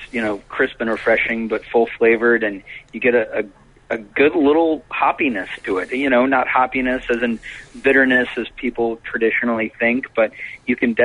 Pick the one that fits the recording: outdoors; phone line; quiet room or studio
phone line